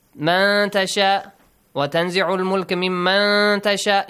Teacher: Hide the sound of nun in all of them. Okay, produce a nasal sound, two counts. · Term: إِخْفَى